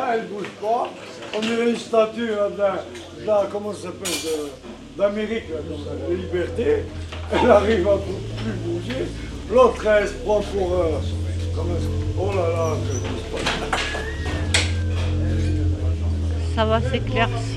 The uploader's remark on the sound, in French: Enregistrée au café, dans la rue, dans la chambre froide, là où il se passe quelque chose. Il y a aussi de la musique.